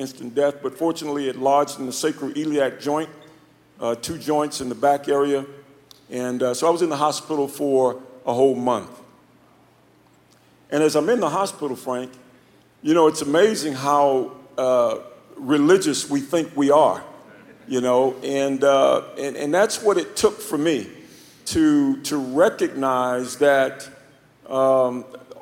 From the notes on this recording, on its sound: In this live message from the Kingdom Men's Gathering. Live from the KMG conference.